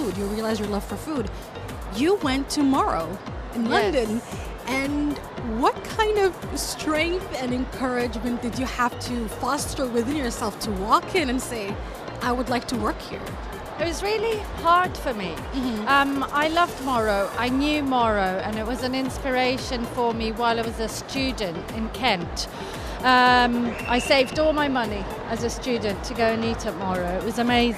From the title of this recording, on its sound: Live at SIBF 2023